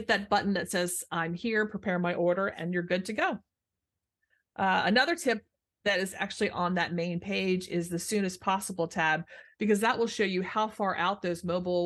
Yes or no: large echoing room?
no